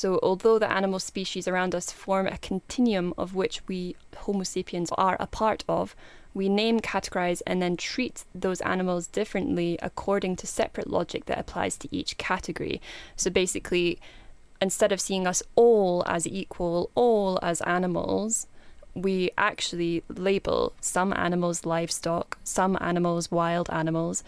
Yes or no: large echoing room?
no